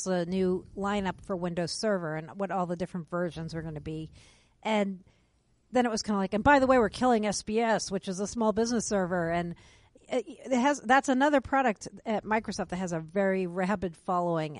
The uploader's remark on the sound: This week we report from Microsoft’s Worldwide Partner Conference in Toronto